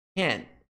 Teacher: o T do can't, ele fica mais na intenção do que, de fato, na pronúncia do T. · Term: T mudo